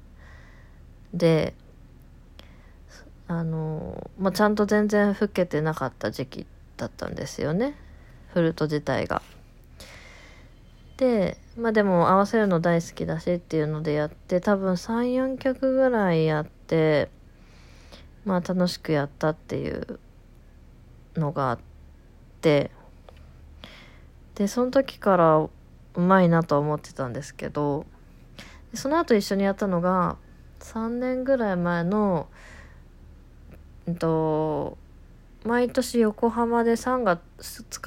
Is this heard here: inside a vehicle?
no